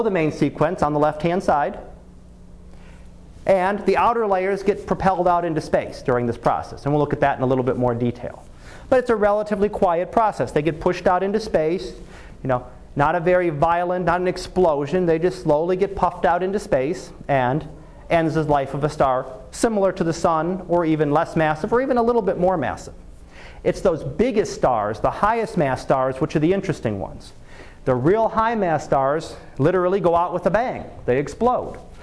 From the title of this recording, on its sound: Live Class Lecture